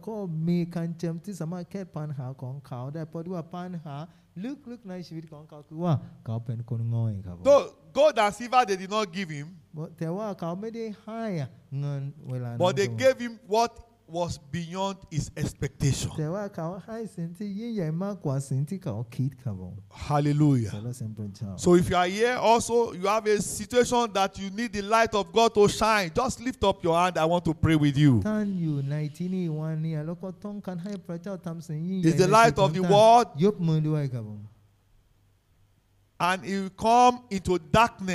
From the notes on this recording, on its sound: This sermon was Preached Live.